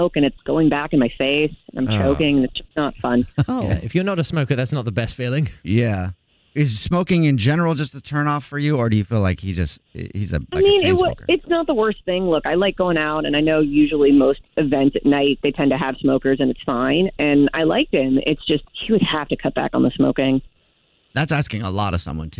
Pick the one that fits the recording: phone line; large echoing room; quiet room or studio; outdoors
phone line